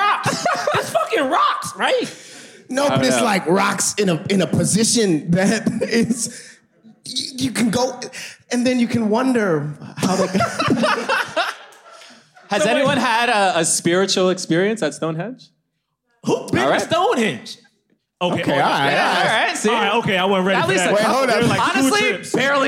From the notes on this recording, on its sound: LIVE from London Podcast Festival